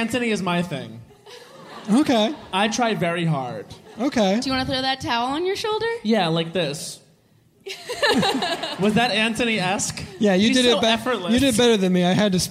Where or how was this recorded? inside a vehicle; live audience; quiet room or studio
live audience